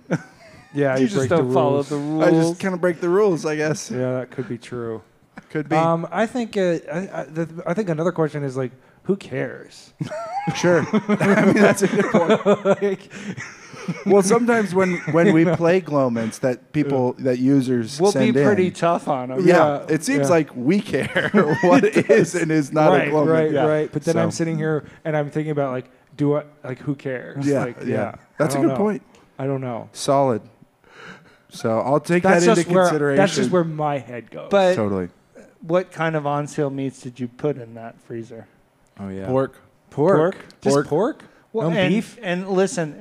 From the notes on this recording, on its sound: The last LIVE episode for a little while.